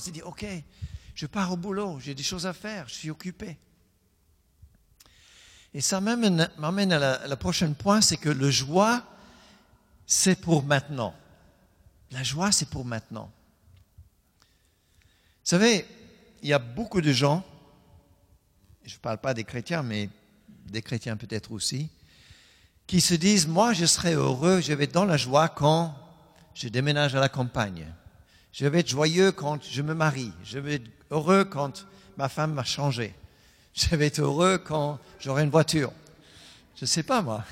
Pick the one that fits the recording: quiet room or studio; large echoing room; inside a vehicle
large echoing room